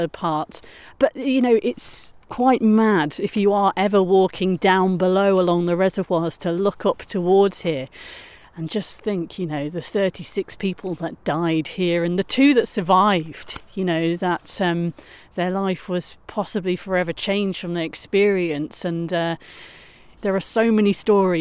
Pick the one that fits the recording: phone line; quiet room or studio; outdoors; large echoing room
outdoors